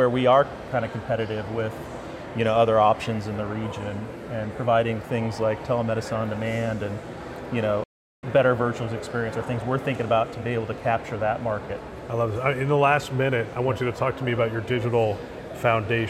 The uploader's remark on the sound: an Interview in Action live from CHIME’s Fall Forum